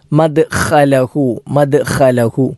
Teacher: ഐന് പോലെ തന്നെ ഐന് തൊണ്ടയുടെ മധ്യഭാഗത്ത് നിന്നാണെങ്കിൽ ഖ എന്ന അക്ഷരം തൊണ്ടയുടെ ഏറ്റവും മുകളിൽ നിന്നാണ് പുറപ്പെടേണ്ടത്. ഖ എന്നുച്ചരിക്കുമ്പോൾ തൊണ്ടയുടെ ഏറ്റവും മുകൾ ഭാഗത്തൊരു ജെർക്കിങ് നമുക്ക് അനുഭവപ്പെടും.